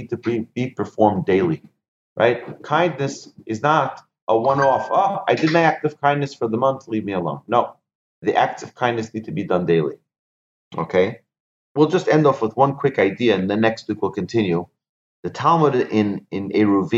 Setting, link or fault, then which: link, video call